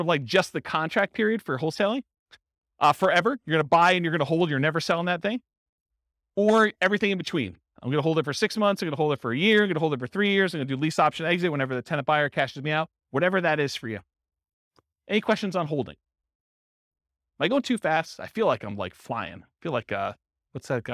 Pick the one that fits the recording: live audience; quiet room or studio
live audience